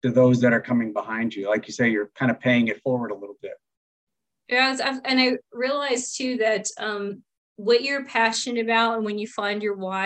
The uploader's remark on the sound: a recording from a recent “Conversations on Success Beyond Service” virtual event held in early August